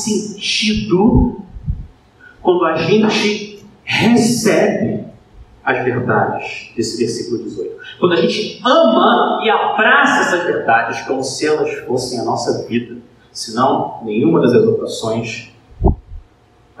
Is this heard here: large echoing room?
yes